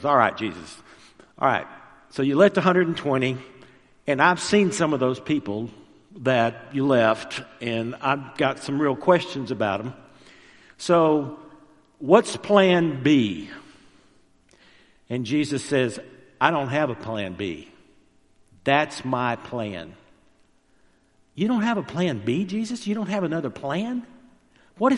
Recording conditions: large echoing room